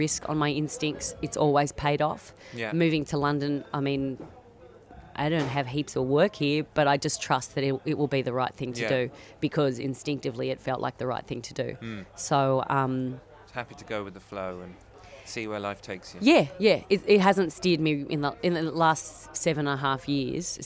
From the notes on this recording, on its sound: in Abbatoir Bar at the Edinburgh Fringe Festival